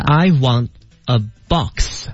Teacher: 重音就得在这个 box 上面。对、嗯，因为这样的小词永远它不会被重读的。